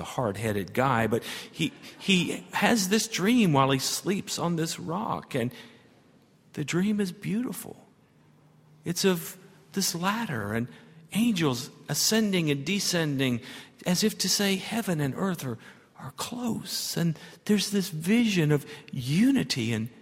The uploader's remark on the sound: At Highland Baptist Church.